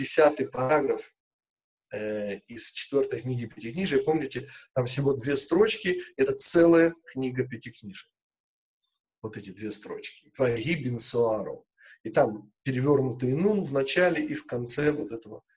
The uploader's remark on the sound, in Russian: Запись вебинара.